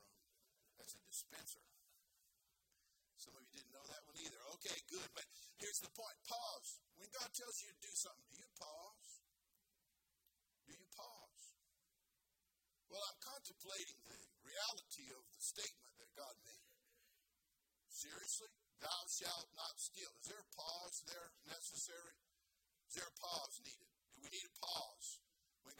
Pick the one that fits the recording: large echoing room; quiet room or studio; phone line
large echoing room